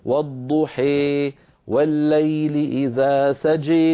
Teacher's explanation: فهذا الصوت صوت ألف ممالة، إمالة كبرى، وليس صوت ياء